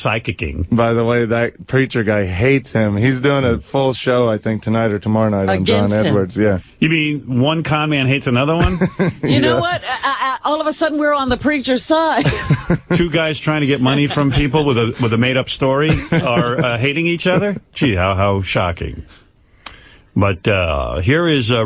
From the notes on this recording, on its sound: Prank Phone Calls